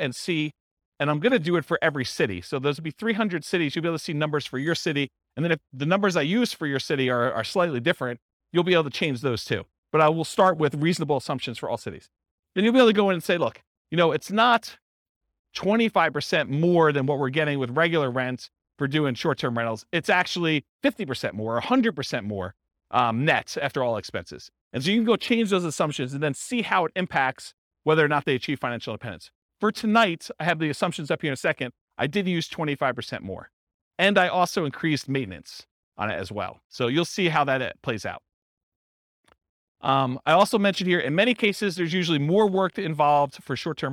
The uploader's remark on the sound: This was a live class recorded